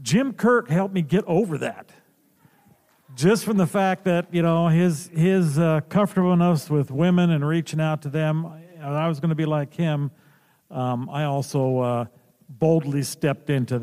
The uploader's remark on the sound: Recorded live in front of an audience at Creation Entertainment’s “55 Year Mission” Celebration of “Star Trek” at the Rio Hotel in Las Vegas. Live podcast.